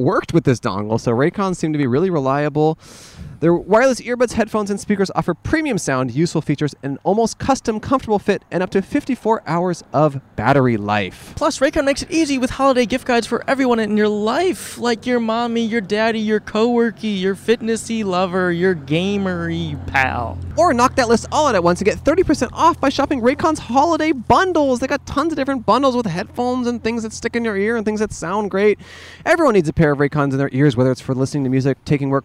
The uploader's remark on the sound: Outside A Disgusting Bathroom. We plopped our soggy asses outside of the place we were both born: a park bathroom!